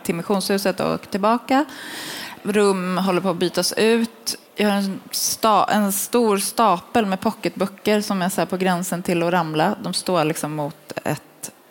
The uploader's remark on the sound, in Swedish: En bok blir till – live från bokmässan.